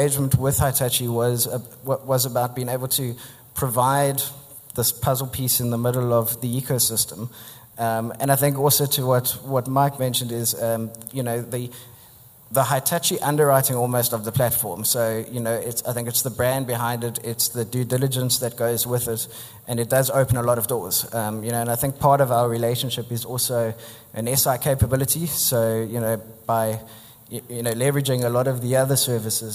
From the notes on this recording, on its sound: event recorded in front of a packed room